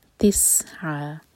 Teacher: سین پر وسل والا ساؤنڈ